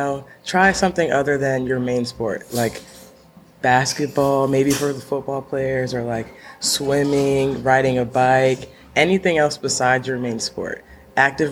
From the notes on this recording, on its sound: Recorded each week at Chad's BBQ in Edgewater, MD. Recorded each week at Chad's BBQ in Edgewater, MD.